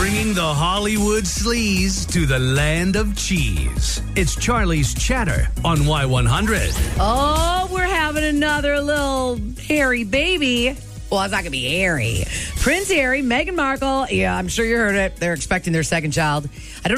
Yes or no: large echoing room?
no